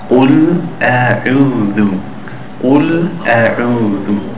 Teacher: The قاف in the beginning is thick. And then the next four letters are all thin.